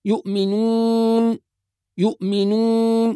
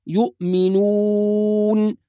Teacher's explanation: يبقى العلاج والتخلص من هذه الغنة في حرف الواو أن تضم الشفتين بطريقة صحيحة، فنقول يؤمنون. يبقى كل ما أضم الشفتين أكثر أتخلص من الغنة في حرف الواو · Shown in: second take